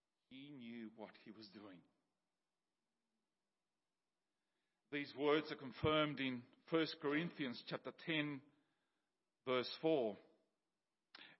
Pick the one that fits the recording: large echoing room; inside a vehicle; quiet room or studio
large echoing room